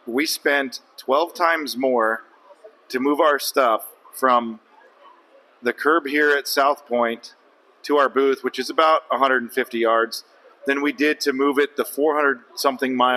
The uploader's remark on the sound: Live from Vegas! Live at The Vegas Shoot for the usual annual shenanigans.